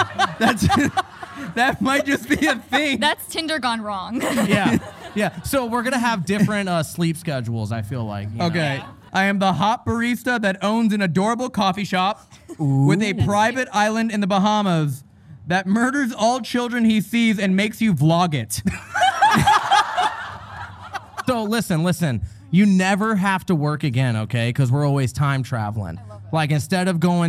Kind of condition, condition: setting, live audience